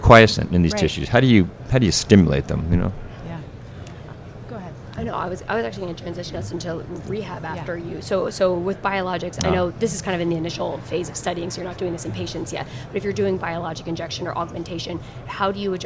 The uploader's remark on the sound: LIVE from AOSSM